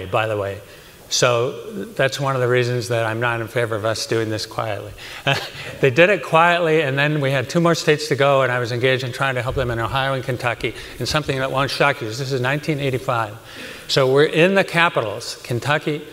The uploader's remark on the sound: This interview was originally recorded at the 2019 COS Leadership Summit.